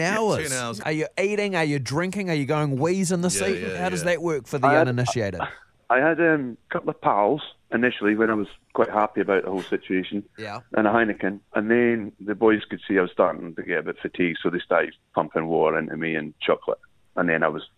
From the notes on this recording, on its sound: We are joined on the phone